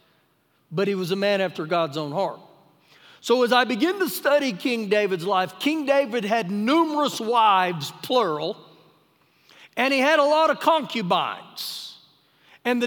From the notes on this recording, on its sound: Recorded live during our Sunday morning service